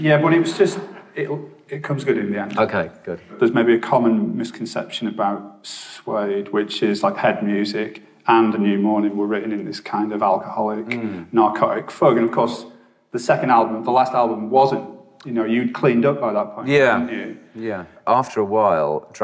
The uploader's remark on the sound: live at The Rio Cinema in London